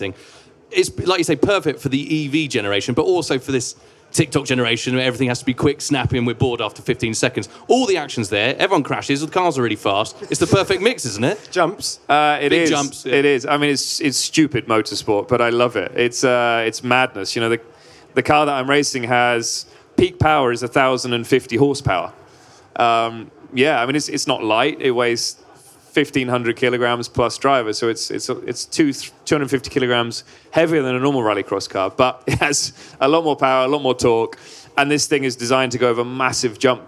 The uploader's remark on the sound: For this year’s Goodwood Festival of Speed, we took our microphones with us. This one was recorded in front of a live audience on Lotus’ Goodwood stand.